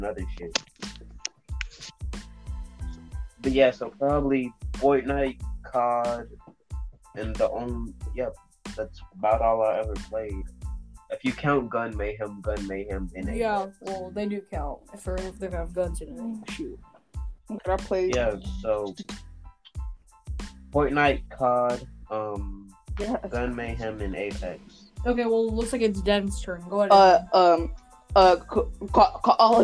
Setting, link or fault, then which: fault, poor sound quality